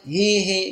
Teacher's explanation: بكسر الهاء الأولى وإسكان الياء وكسر الهاء الثاني وتقال بالهمز بدل الهاء الأولى إيه.